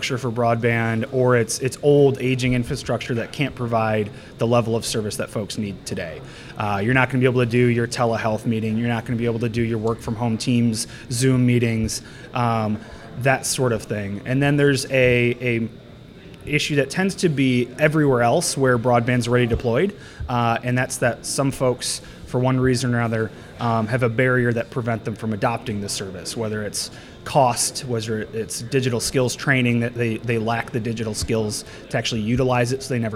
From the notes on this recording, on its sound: This episode was recorded live at the 2023 West Michigan CEO Summit.